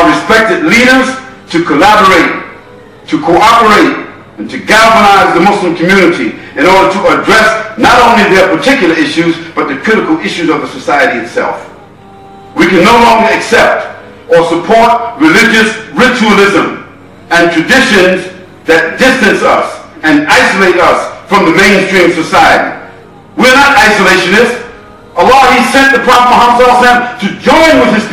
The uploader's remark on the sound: Lecture At Scheldemond College.